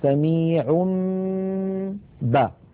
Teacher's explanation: ومر معنا في أحكام الميم الساكنة أن الميم الساكنة إن أتى بعدها باء فحكمها الإخفاء، وذلك بأن نطبق الشفتين على الميم وعلى الباء إطباقة واحدة من غير أن تتحول الميم إلى باء